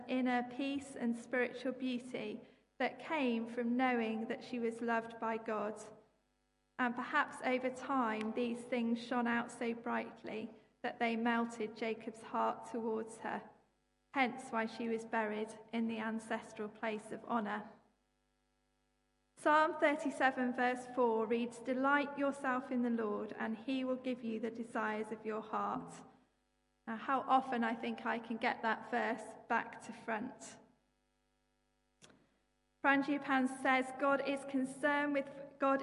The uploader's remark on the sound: Live. Christ Church, Bayston Hill (UK).